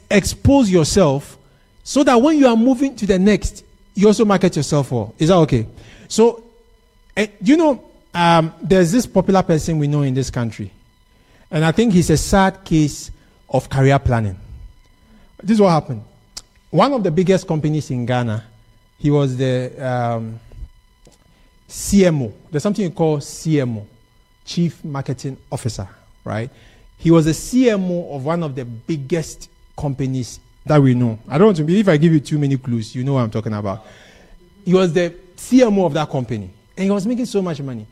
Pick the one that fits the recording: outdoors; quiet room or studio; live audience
live audience